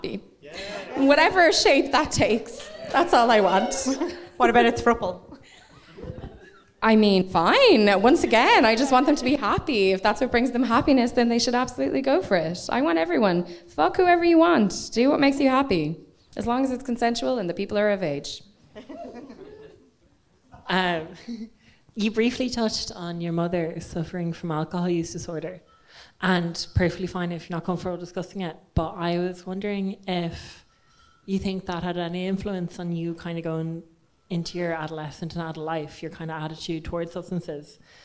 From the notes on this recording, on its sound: this episode was live at the Bernard Shaw